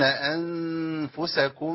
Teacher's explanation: نون فاضيه ومفيش بعدها لام ولا راء يبقى في غنه على طول